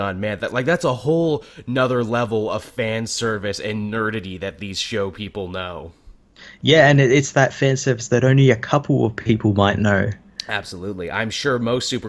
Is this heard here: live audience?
no